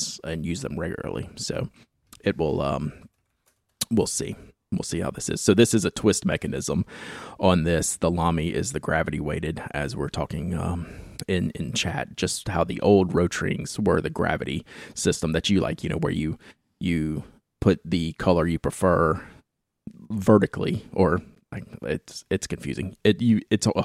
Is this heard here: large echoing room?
no